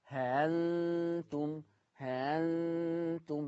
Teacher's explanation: خلاص، لكن الشاهد الهمزة المسهلة أنا قلت قبل كده حرف فرعي يتردد بين مخرجين، والله لو الهمزة اللي أنا بسهلها مفتوحة يبقى تتردد بين الهمزة والألف، والحمد لله هنا الهمزة مفتوحة يبقى تتردد بين الهمزة والألف. ها، سمعين صوتي بيمط على الألف، ها ها ها ها، سمعين الصوت ها ها، لا قلت آه ولا قلت ها ها، هانتم هانتم، ده التسهيل.